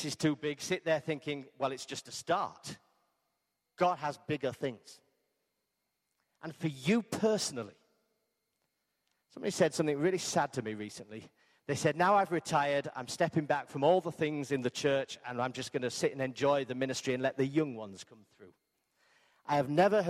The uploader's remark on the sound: Arena Church Ilkeston